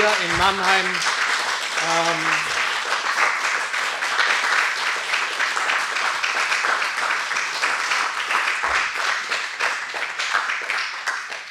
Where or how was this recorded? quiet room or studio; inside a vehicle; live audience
live audience